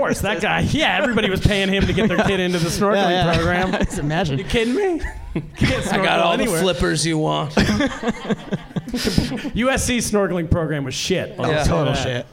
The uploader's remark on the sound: Live Podcast. Live from Stand Up NY!